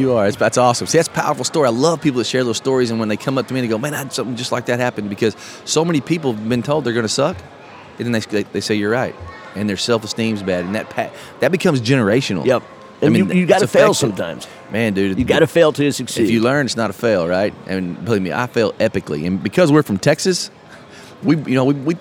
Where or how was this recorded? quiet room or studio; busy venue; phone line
busy venue